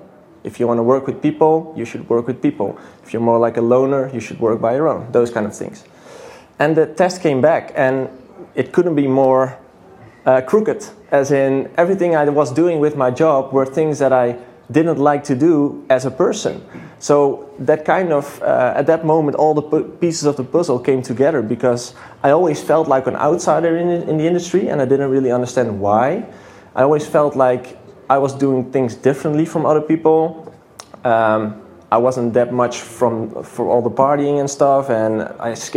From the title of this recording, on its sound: A Panel at Mixcon